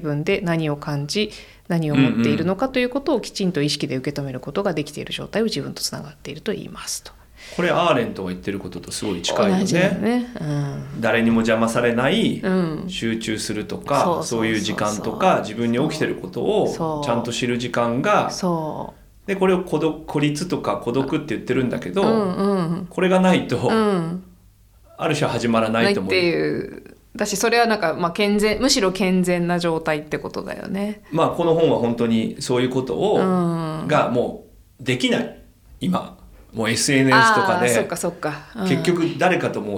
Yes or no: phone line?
no